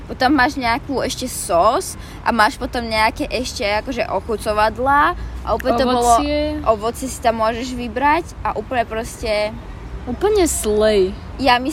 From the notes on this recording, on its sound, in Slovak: opäť nahrávaná vonku, takže sa ospravedlňujeme sa zvuky naokolo